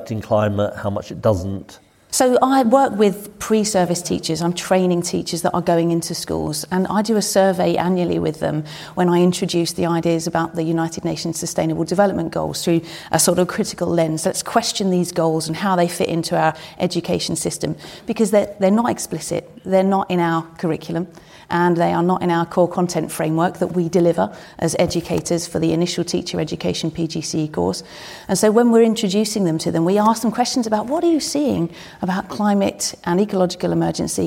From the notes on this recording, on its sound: This week we're coming at you from Stratford-upon-Avon with the first part of our conversation from the Live at the RSC Festival. This conversation was recorded at the Royal Shakespeare Theatre as part of the Live at the RSC Festival.